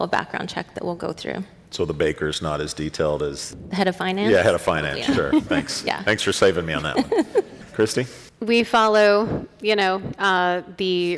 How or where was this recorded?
live audience